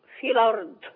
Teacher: يشيل الهمزة وياخد الفتحة يحطها على اللام تبقى الأرض · Term: نقل